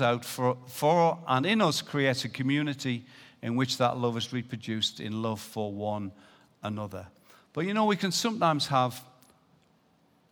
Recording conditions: large echoing room